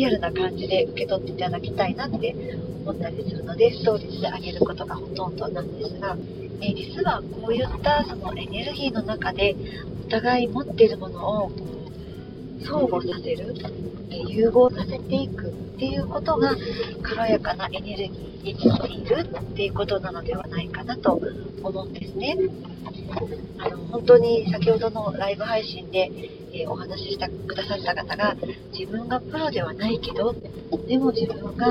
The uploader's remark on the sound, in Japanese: 聞きづらい音声になっています